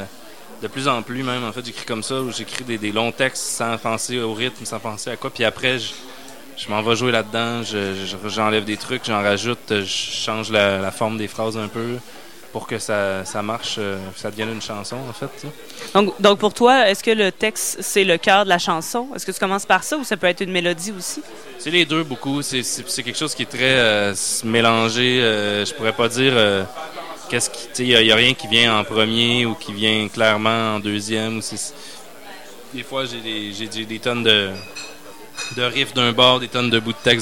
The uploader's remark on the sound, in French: Au Festival d'été, sur les ondes de CKRL 89,1 en direct du bar Le Sacrilège.